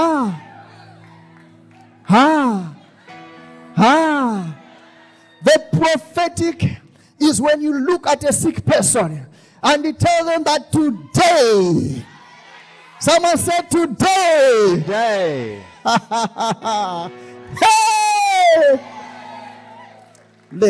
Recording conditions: large echoing room